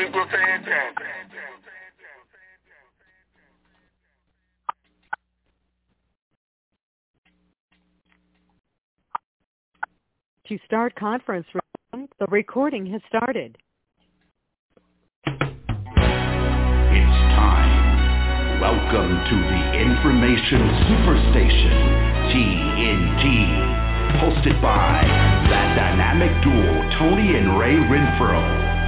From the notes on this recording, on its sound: TNTSuperfantastic Conference Call